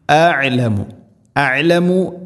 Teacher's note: ഹംസ ഐൻ, മഖ്റജ് അടുത്താണ്, തൊണ്ടയുടെ താഴെ ഭാഗവും തൊണ്ടയുടെ മധ്യഭാഗവും, മഖ്റജുകൾ അടുത്താണ് ഹംസയും ഐനും.